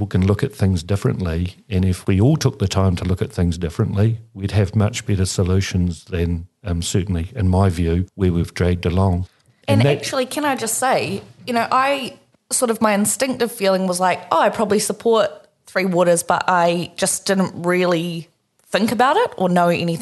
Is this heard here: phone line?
no